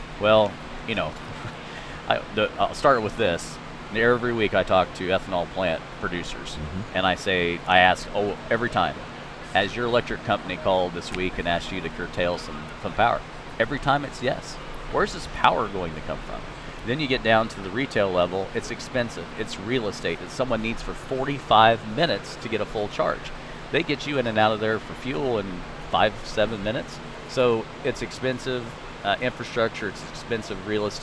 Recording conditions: busy venue